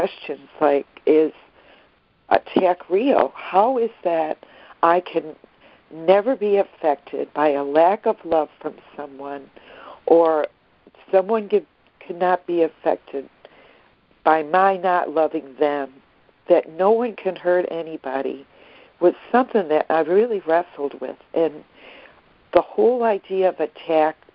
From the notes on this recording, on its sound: ACIM Daily Conference Call